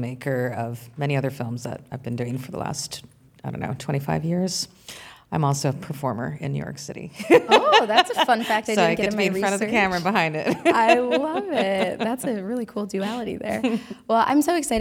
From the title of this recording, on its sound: LIVE! From the Chagrin Documentary Film Festival